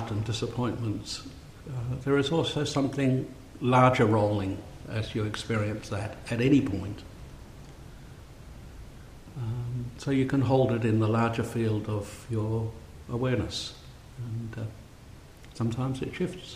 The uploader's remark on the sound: A Thursday night Dharma talk. Delivered at St Paul's in Beaconsfield.